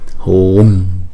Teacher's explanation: chữ U phải kéo dài hai nhịp